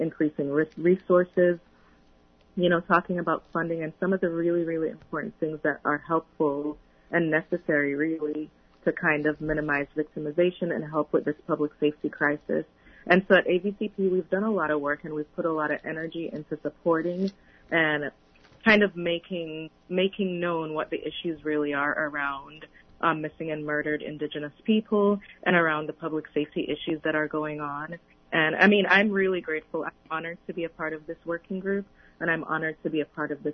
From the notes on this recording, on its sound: On the phone. In the studio are.